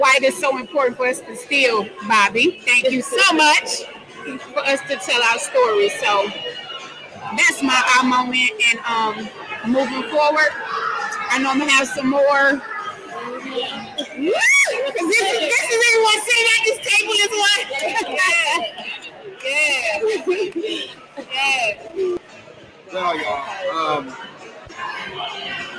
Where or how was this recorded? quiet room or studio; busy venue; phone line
busy venue